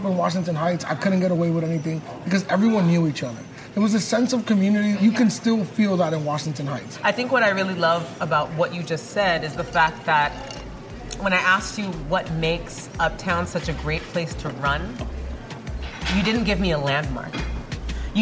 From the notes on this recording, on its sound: Takes the A-line up to Washington Heights, a loud, vibrant Dominican neighborhood in New York City. For a walking tour of his hometown. A local shortcut to avoid walking some of the steepest hills in all of Manhattan. Nicholas Ave., a bustling thoroughfare at the heart of Washington Heights.